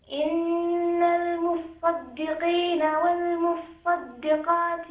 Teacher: إن المصدقين والمصدقات، أصلا هي إن المتصدقين والمتصدقات، التاء أدغمت في الصاد فصارت المصدقين والمصدقات